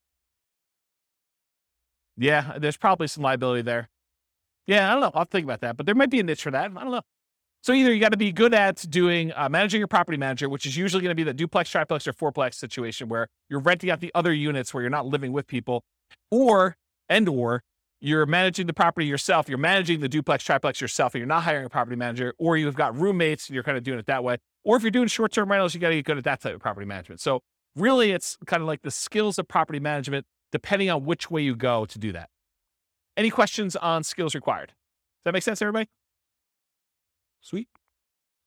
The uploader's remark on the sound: This was a live class recorded